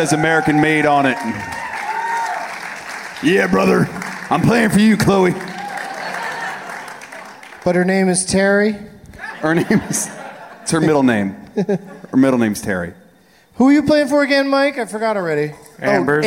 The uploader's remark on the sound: Live from the Gramercy Theater in NYC.